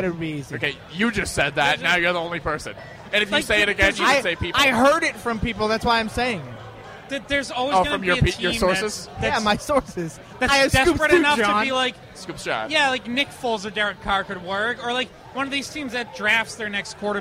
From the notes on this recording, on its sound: live at Lord Hobo Brewing